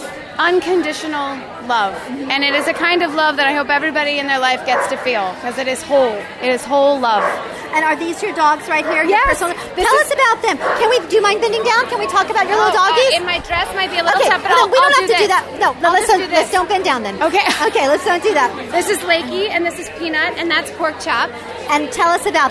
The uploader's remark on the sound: live at The World Dog Awards!